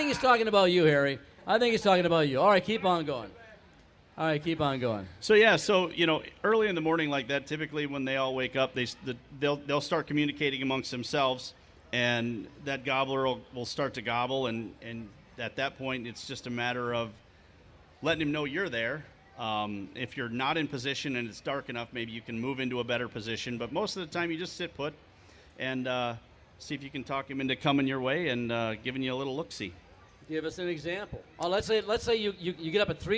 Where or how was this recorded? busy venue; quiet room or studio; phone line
busy venue